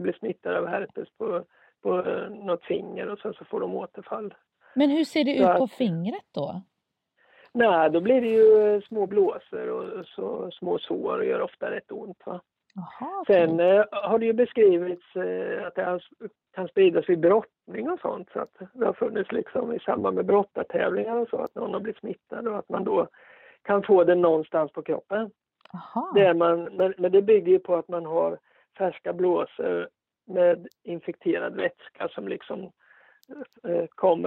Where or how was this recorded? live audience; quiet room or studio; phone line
phone line